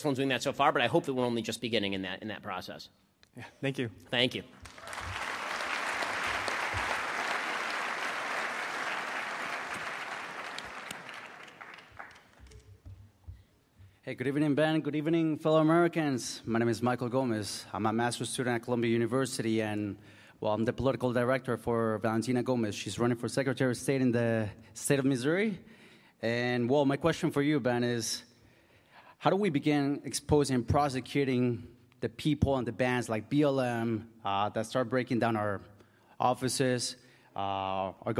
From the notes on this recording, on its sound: LIVE at UW-Madison. Streamed live.